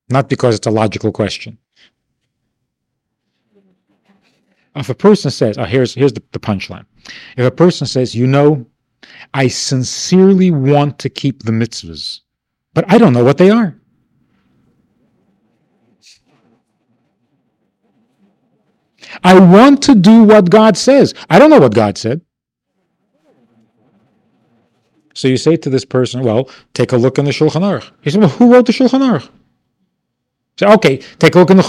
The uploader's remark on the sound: This audio is taken from a class given at the Bais Chana Institute of Jewish Learning in the Summer of 1993.